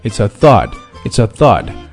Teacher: really think it's a 这里连起来 it's a thought 尾音的特基本上没有读